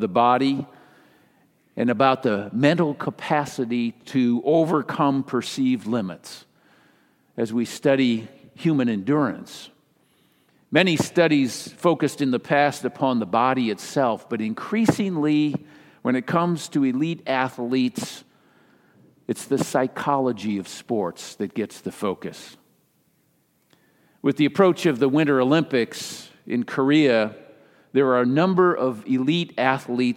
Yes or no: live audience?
yes